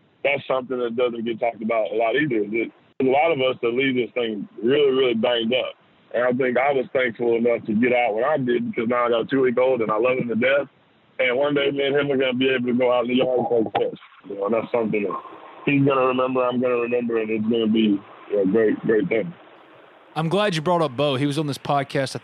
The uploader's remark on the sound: joined on the Modern Woodmen phone line